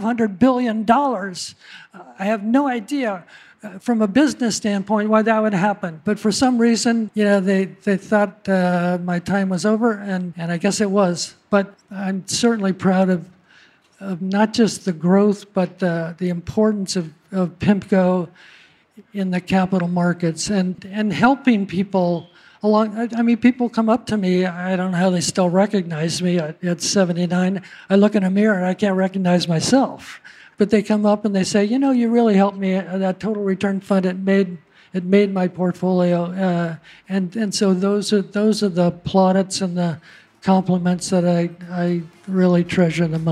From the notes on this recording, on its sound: During a live episode of the Odd Lots podcast, taped at the Future Proof conference in Huntington Beach, California